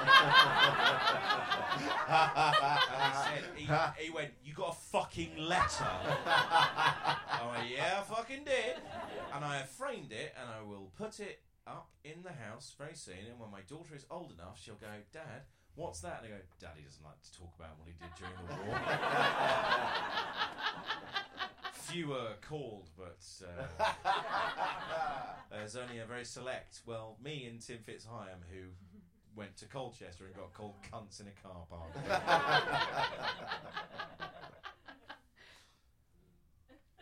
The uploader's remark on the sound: Live from Ed Fringe. The Comedy Arcade is coming at you LIVE from Edinburgh Fringe! The opening night of the Edinburgh Fringe run at Underbelly Bristo Square. We are live at Edinburgh Fringe with Underbelly for the whole month of August.